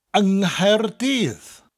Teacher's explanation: The N in front becomes an ng, and the two words roll together. · Term: ng sound